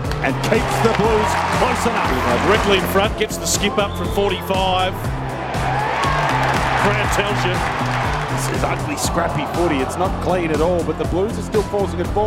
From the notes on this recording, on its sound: call the action from Marvel Stadium